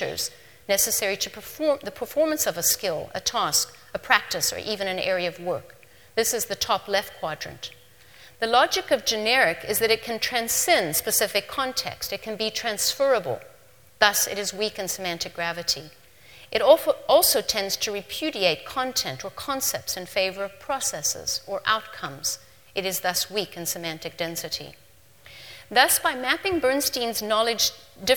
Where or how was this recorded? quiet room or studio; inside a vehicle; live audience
live audience